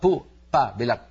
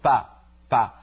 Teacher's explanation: عندهم حرف مخلوط بين الباء والفاء، بو با، بدل ما يقول فا يقول با با، حرف بين الباء والفاء.